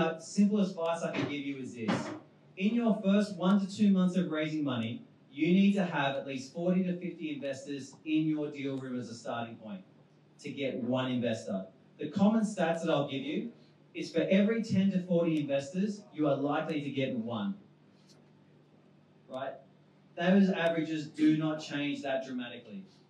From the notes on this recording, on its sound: Recorded on our launch at WeWork Pyrmont in August